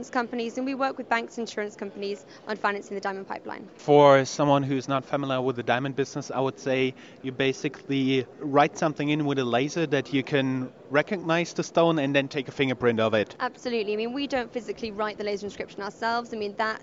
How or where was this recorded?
busy venue